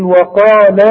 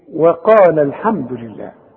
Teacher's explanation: عند الوصل تسقط الألف، يسقط المد ده. · Shown in: second take · شوف ليه؟ برضو علشان ساكنة وبعدها الحرف اللي في الكلمة الأخرى ساكن.